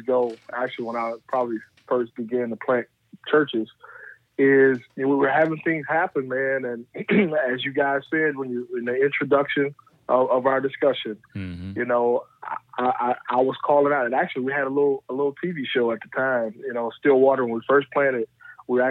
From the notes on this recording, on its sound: get on the phone